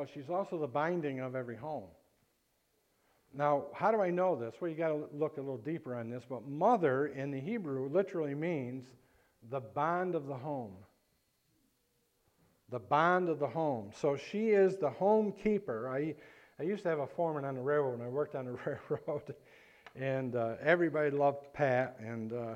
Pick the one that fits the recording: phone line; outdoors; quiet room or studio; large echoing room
large echoing room